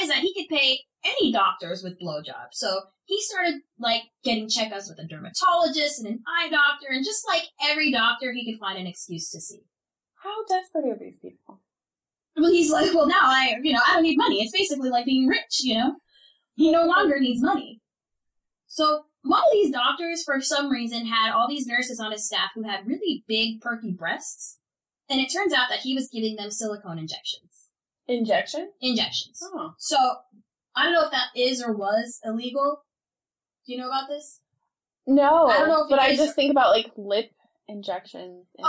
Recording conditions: poor sound quality